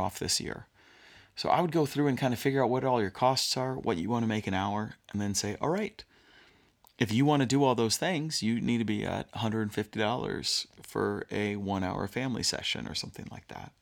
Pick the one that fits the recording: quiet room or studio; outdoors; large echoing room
quiet room or studio